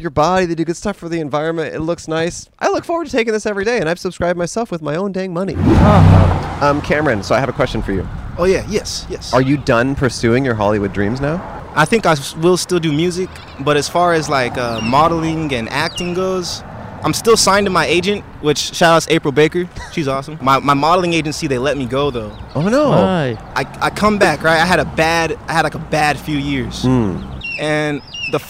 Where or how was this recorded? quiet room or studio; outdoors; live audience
outdoors